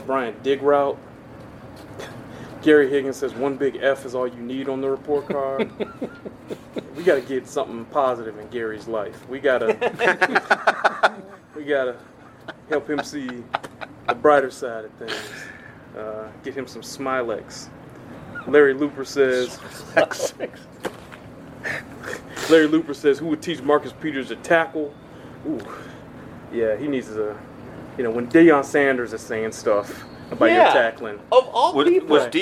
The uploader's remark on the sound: live from AT&T Stadium